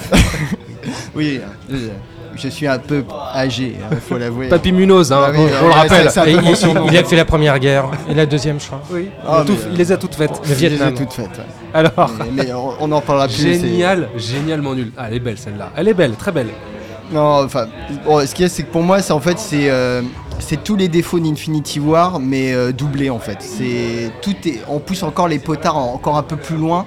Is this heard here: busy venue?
yes